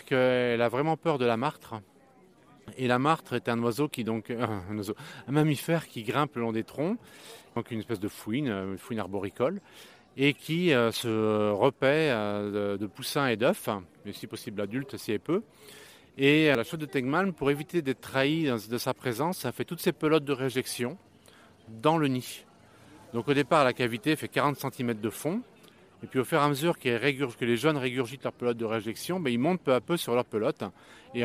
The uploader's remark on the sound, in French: nos mini-interviews du Festival du doc animalier (FIFO) 2022